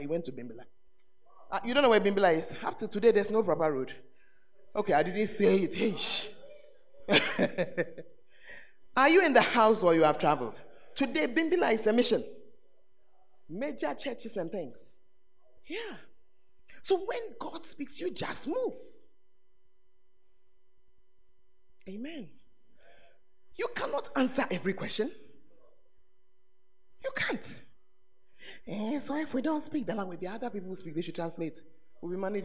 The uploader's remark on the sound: Preached at The Art Of Evangelism Conference